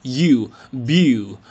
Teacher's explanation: beauty，同样的第一个字母呢 b 要发的清晰用力，然后呢中间这个部位呢中间这个元音呢是 you，它就和那个你我他的你 you 是一样的，千万不能发成那个石油的油啊，不是 beauty 不是石油的油，而是 beauty。最后呢这个 ty 中间这个 t 呢一般呢在美语当中呢会浊化成 d，不是发 t 而是发 d